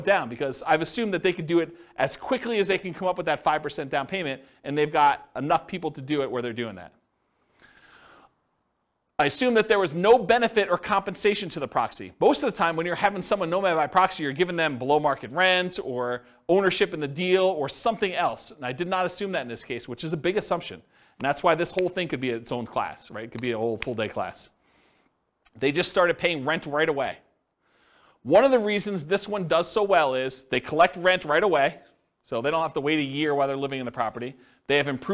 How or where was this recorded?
live audience